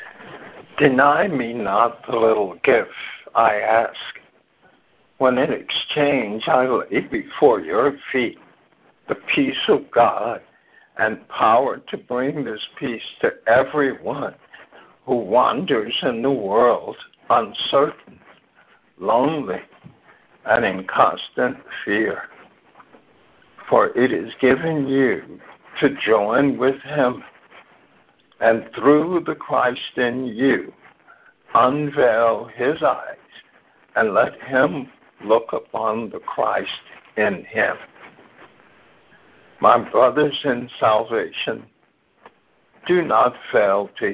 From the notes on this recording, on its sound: ACIM Daily TEXT Conference Call